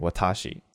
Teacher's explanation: I used English like kind of a sound wa, and then I stressed the ta, and I lengthened it because of the stress accent that I'm used to saying